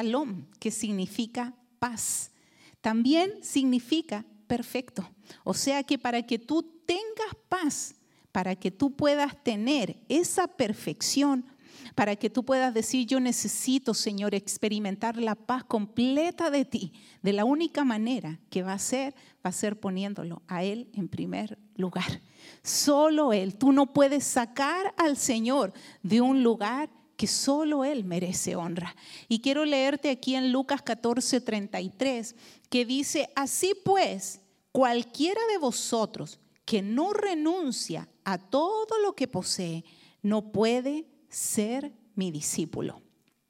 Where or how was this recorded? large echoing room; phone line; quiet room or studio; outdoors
large echoing room